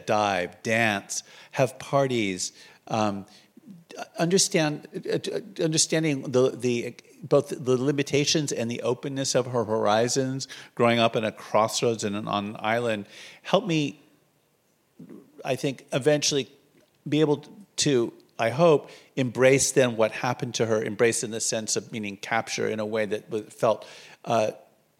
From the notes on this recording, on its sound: Live from Holocaust Education Week. Kicked off Neuberger Holocaust Education Week in Toronto. Live at this special podcast recording, in partnership with the Toronto Holocaust Museum and the Prosserman JCC.